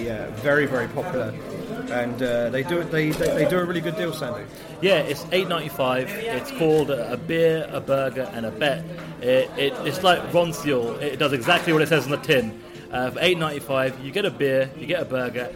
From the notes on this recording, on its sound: Watching UFC 206 from a casino! As they deliver their live reaction to the fights on an incredible night at UFC 206 as they watched the action unfold from the viewing party at the Grosvenor Casino Russell Square in London.